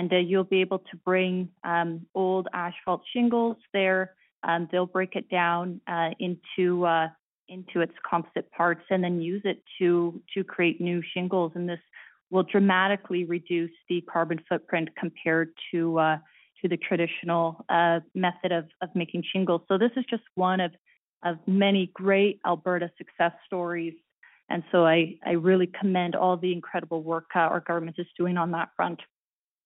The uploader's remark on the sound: Budget 2024 Telephone Town Hall, Southern Alberta.